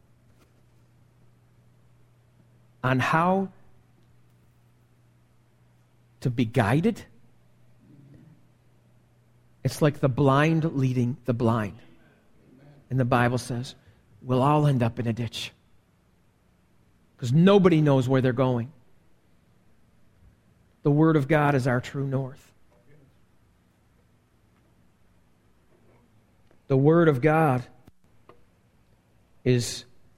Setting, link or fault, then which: setting, large echoing room